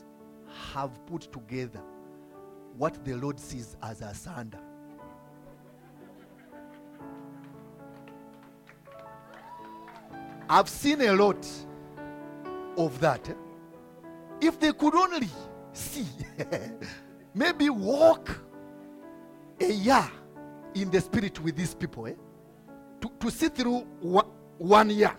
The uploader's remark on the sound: from the Limitless Worship Fellowship recorded on 27th May 2022